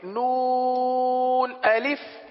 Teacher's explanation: نون کو 3 الف تک کھینچ کے پڑھیں گے